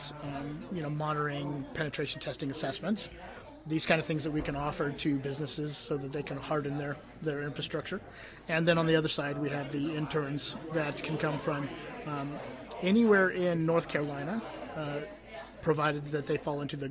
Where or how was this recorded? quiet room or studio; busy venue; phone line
busy venue